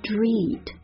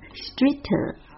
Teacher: t 浊化成 d，后面这个 t 轻轻的把它弱化掉 · Shown in: first take